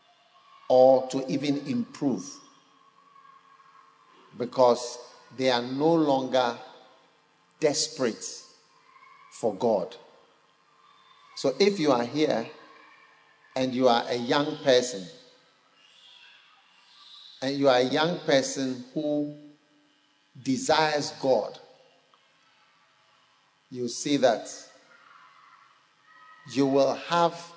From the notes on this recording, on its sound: Preached at a Healing Jesus Campaign Pastors&#8217; conference in Goaso, Ghana on the 16th of December. Preached at a Healing Jesus Campaign Pastors’ conference in Goaso, Ghana on the 16th of December.